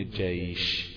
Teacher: أما من وسط اللسان تخرج الشين والجيم والياء